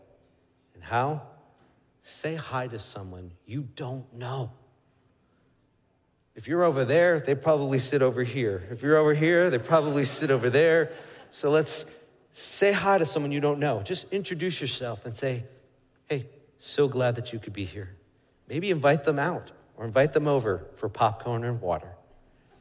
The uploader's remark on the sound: Midland Evangelical Free Church Sermon Audio